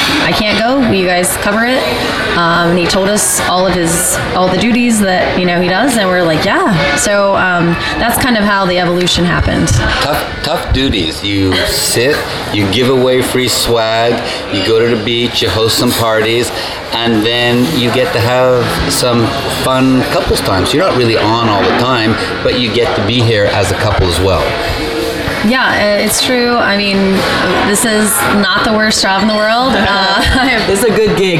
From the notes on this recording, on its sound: Still on location from Hedonism II Resort in Jamaica, during Young Swingers Week.